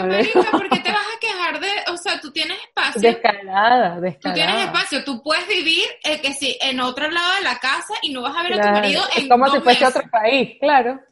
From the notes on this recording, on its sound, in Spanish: esta vez en modalidad de videollamada (pedimos disculpas porque la calidad de audio y video no es la acostumbrada)